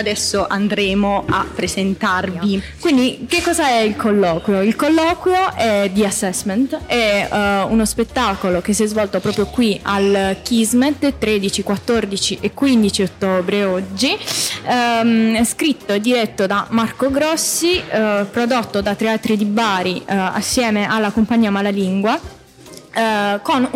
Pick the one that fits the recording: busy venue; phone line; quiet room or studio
busy venue